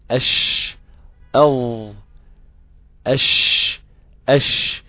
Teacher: انه لسانك يبقى قريب جدا من غار الحنك الاعلى، الا انه غير ملتصق، هو قريب ولكن غير ملتصق. · Term: الشين